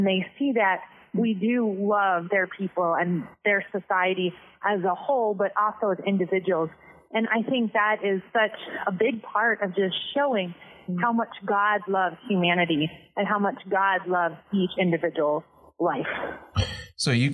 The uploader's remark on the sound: Two anonymous, female ABWE missionaries in North Africa join us over the phone.